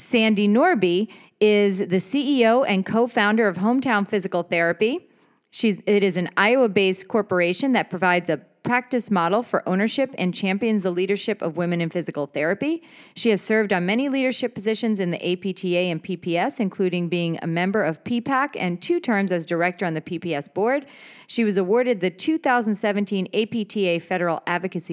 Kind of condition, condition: setting, busy venue